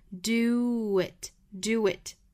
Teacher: 因为它是跟长元音 u 或者是短元音 u 相关，都要加一个小小的半元音 w